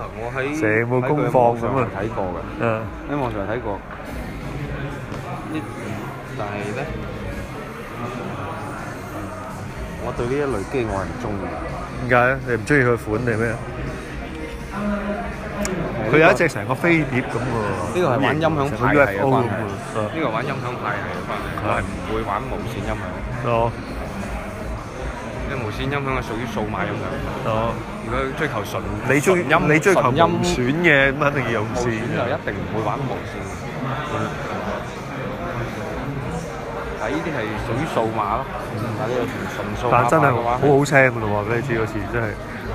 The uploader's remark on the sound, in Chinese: 广州 Apple Store体验实录。期待多年嘅Apple Store 终于响2016年春节前落户广州天环广场啦。而且系将全程录音等大家用耳仔嚟同我地一齐体验下 Apple 嘅超A级服务啦。